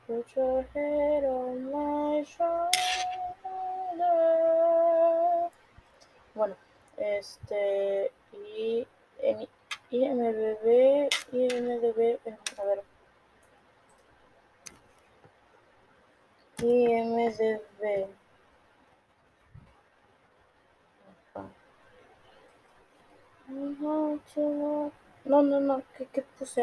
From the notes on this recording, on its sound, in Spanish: el audio se escucha para el orto